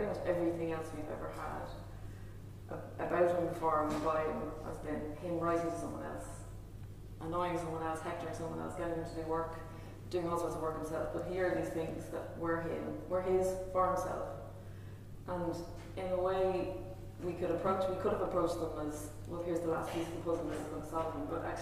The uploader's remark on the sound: Dublin Festival of History. In the Royal Irish Academy. As this was recorded with a live audience there is some background noise and the sound quality is not perfect.